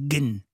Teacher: Parce qu'on ne prononce pas le dje, on dit ge à la place.